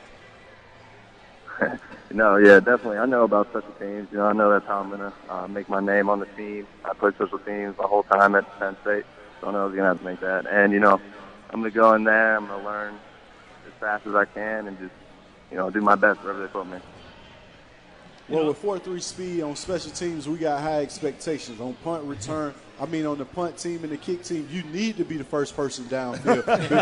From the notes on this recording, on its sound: at the 2018 Redskins Draft Party